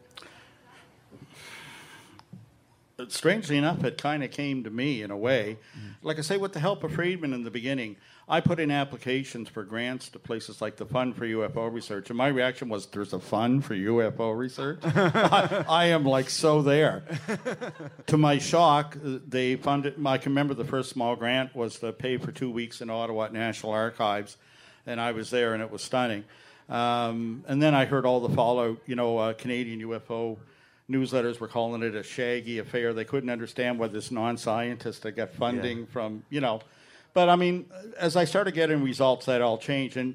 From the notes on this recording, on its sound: Live in Halifax. Recorded in front of a live audience at the Carleton in Halifax, NS.